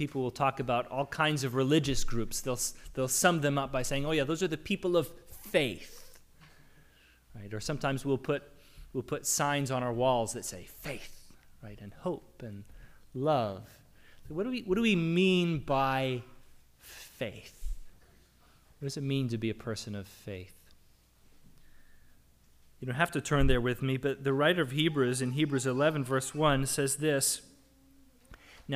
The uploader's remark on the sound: The audio recording of our worship service on June 12, 2022.